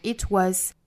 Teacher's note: 这个 it 尾部的 t 也可以省掉，可以把它读成 itwas，也可以读成 it was，因为后面这个 was 的第一个音呢是一个半元音，它本身是辅音，但是它包含元音的特性，所以说我们可以把它当成一个元音和前面的辅音做连读，就变成了 it was，也可以把它当成辅音，省掉前面的辅音 it was。It was just temporary.这个 just 如果做强调的话，当然就读成 just。那如果说是虚词弱读，在句子里面一带而过的话，读成 just。It was just